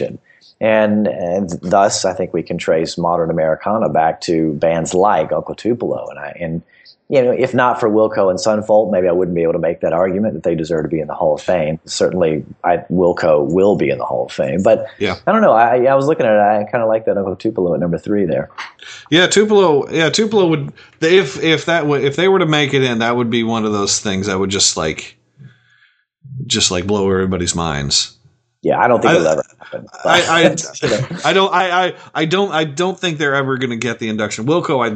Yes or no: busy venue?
no